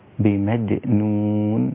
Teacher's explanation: الجيم فيها مقلقلة، وراعي الترقيق أثناء القلقلة، ما تقولش بمج، لا، بمجنون هكذا، ظهرت القلقلة ووضحت رقة الجيم ولا تفخم وتذهب إلى التفخيم.